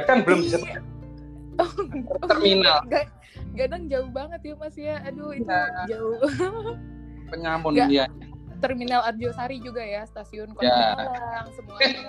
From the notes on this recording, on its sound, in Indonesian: Maaf juga nih kalau suaranya kadang ga jelas, ya maklum soalnya kita podcast via online nih pake aplikasi anchor